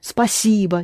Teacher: If you want to pronounce it syllable by syllable, it is спасибо. But бо is pronounced ба. Unaccented.